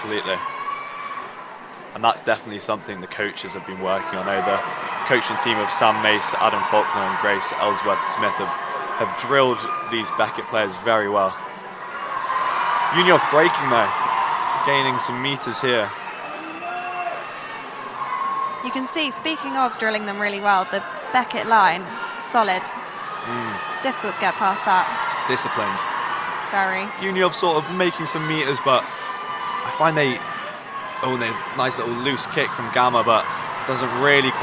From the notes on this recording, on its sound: Listen in to the LIVE commentary from the 2023 Rugby Union Finale as we relive the crunching tackles, weaving tries and a few streakers in between.